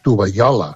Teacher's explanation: aquesta doble L, aquesta palatal, és un fonema que s'està perdent, que passa a ser una I